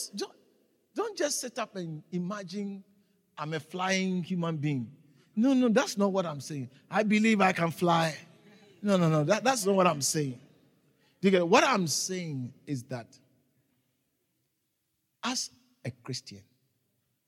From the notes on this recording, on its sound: preached at the Living Waters Cathedral